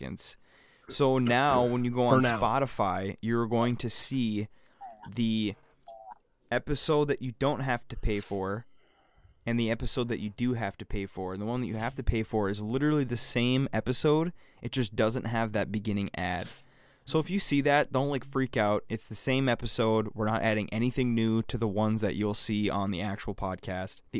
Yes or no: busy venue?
no